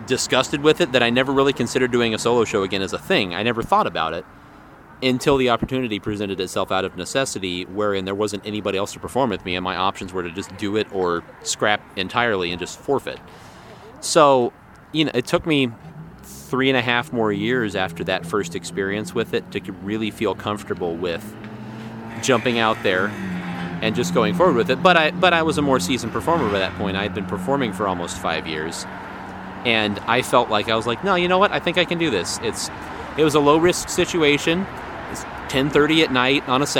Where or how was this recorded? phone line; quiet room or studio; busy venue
busy venue